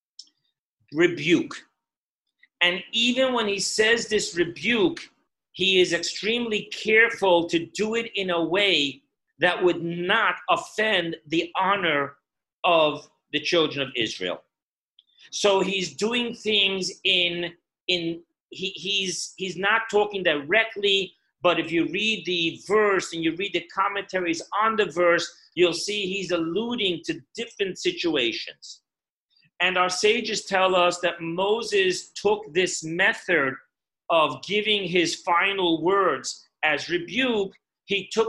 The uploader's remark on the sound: Zoom Parsha Class